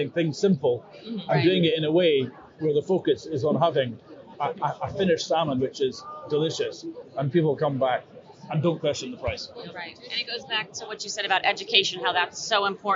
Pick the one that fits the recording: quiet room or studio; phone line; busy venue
busy venue